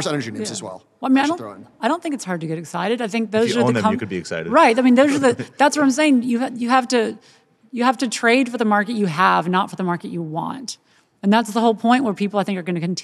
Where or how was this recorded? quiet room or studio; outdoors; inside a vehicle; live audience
live audience